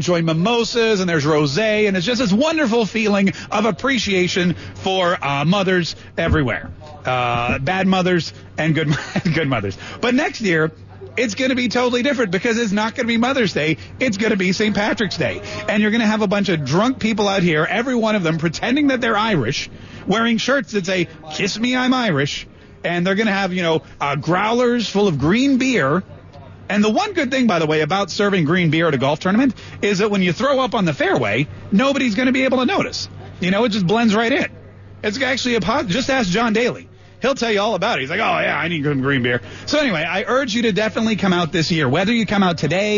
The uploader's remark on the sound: live at TPC Sawgrass